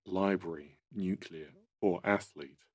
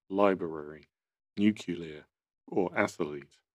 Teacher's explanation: inserting an extra vowel sound into library, nuclear, or athlete · Shown in: second take